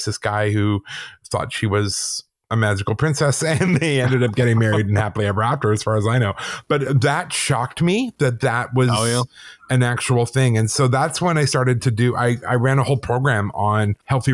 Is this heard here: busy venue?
no